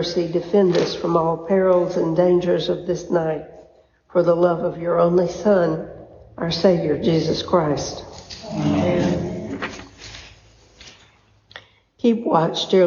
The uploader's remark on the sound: A recording of the Vespers service at Christ Episcopal Church (Valdosta, Georgia)